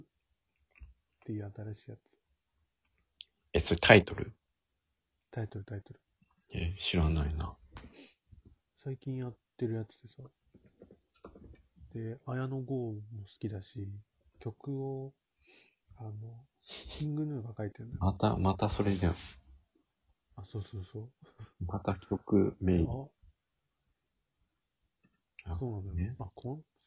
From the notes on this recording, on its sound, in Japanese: リモート収録のため若干音が悪かったり2人の音量に差があったりします。